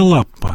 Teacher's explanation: на первый слог ударения.